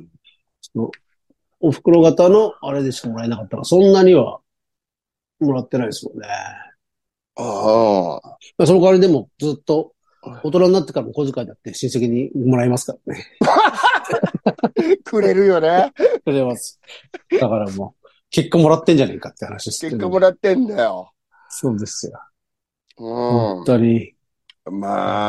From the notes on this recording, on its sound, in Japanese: ZOOMで収録